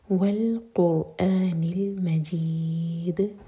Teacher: دال کو ساکن کر کے رکیں گے تو دال پر قلقلہ اور مد عارض للسکون